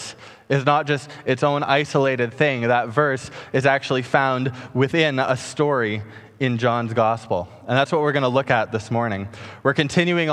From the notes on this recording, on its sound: Preached on August 2, 2020 at Harbour Fellowship Church